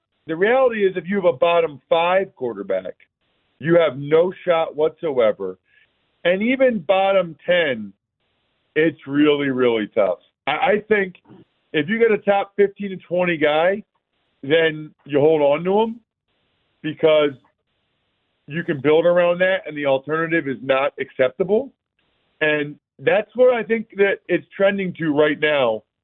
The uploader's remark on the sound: Back to the phone lines for your calls